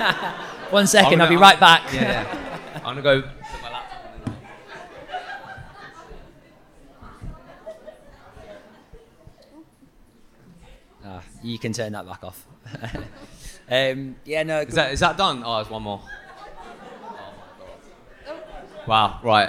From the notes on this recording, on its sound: LIVE Podcast In Manchester. For the very first time, we took the LIVE podcast events we have done in London to Manchester.